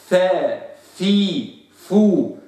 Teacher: لابد من احتكاك أطراف الأسنان بالشفة السفلى · Term: الفاء